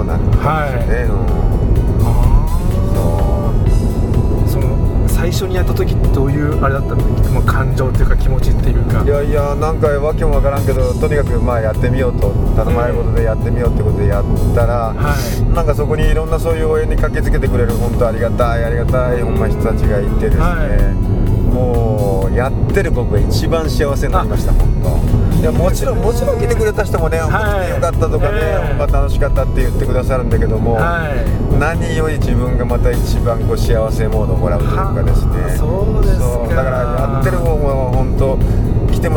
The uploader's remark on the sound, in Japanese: 即ドライビング対談収録しました